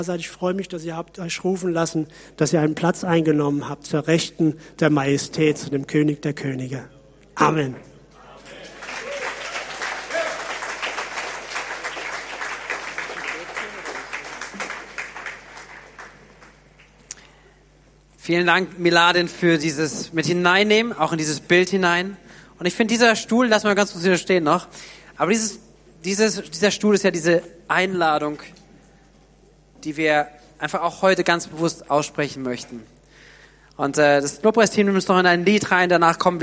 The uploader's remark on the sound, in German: Predigt aus der Missio Kirche. Gemeinde für Bad Kreuznach und Region.